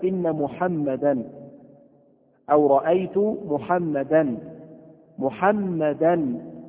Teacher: فعندما تقول رأيت محمدا تسمع صوتا للتنوين في آخر الكلام عند الوصل طبعا · Term: التنوين